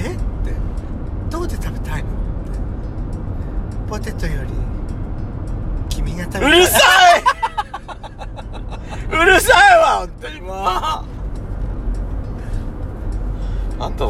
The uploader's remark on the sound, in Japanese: ドライブ収録 #ロードノイズごめんね